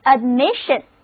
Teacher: admission,重音还是放在第二个音节上